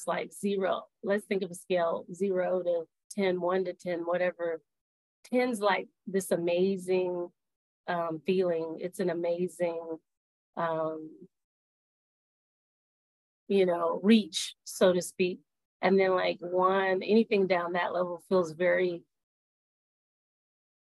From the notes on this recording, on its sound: Audio was a bit choppy on this call so if you hear any glitches that is what I experienced on the call, as well.